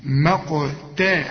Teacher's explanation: الفتحتين بيدوك ألف كاملة مقتا عند الوقف